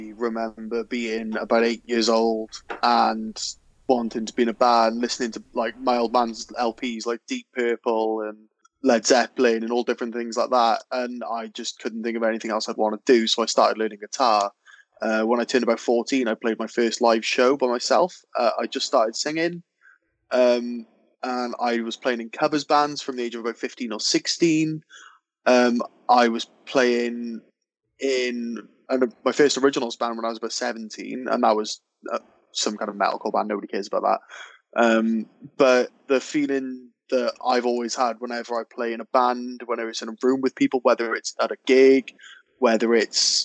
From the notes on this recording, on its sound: join us for a Skype call